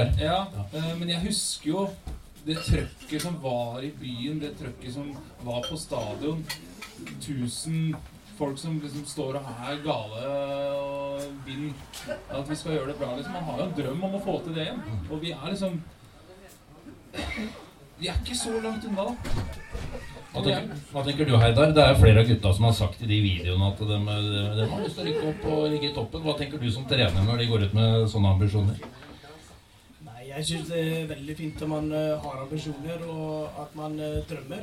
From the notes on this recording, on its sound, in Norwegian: Live på Kroa. Livepodkast på Kroa i Horten.